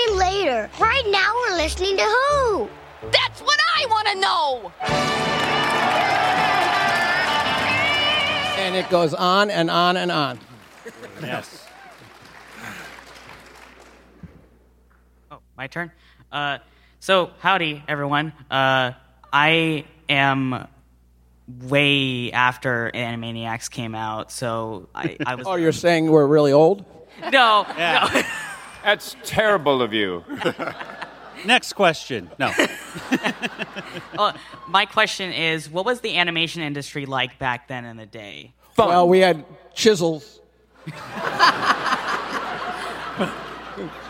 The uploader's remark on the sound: Panel audio from WonderCon 2023. Members of the audience ask some burning questions and the panelists provide some hilarious answers.